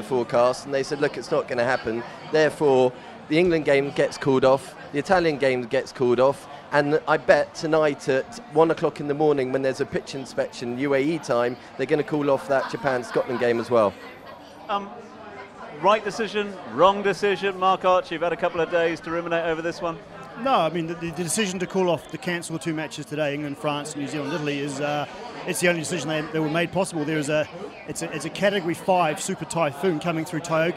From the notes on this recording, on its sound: From our original home, Barasti